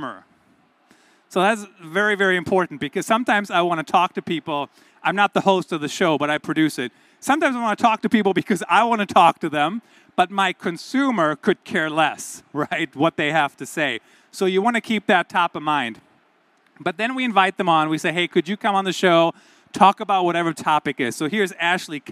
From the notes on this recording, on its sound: This is the audio from my keynote in Malaga, Spain, at the Digital Enterprise Show 2022.